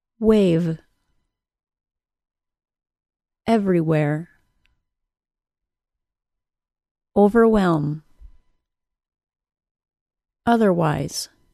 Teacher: I don't need to place my lip under my top teeth to create the sound. It is actually the backside of my bottom lip that is vibrating. My upper lip needs to stay relaxed during this sound, or the V sound won't be clear.